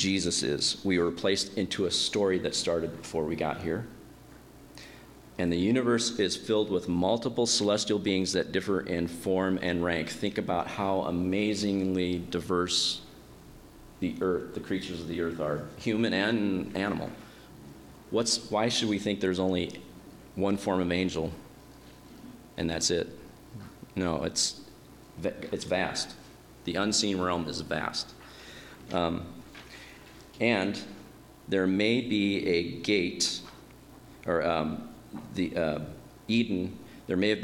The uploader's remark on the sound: My dad preached today at our church. He recorded it.